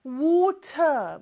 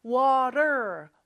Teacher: 근데 미국이나 북미권에서는 요 T가 모음 소리 사이에 껴있을 때는 리을처럼 발음이 돼요. · Shown in: second take